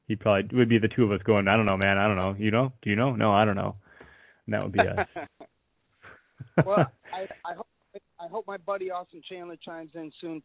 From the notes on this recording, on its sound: Eventually a couple callers call in from IL and the East Coast